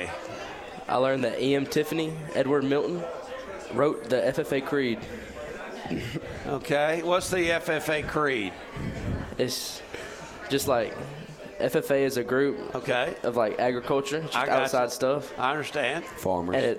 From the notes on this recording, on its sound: broadcasted from The Market at John Hall Store in Pike Road